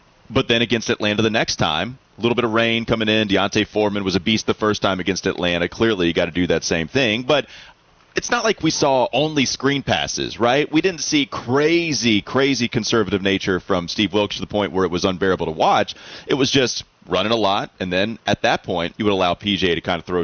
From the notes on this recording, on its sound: Live from today's Street Turkey's event live from Dog House.